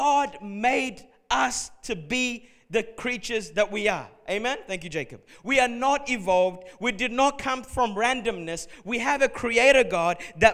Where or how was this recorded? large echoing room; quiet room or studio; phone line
large echoing room